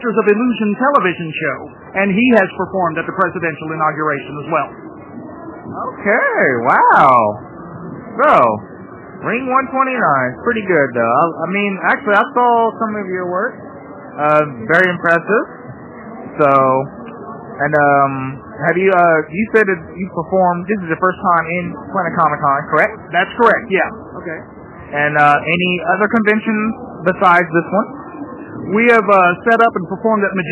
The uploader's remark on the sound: This episode was recorded at Planet Comic Con in Kansas City, MO, April 30, 2017, day 3.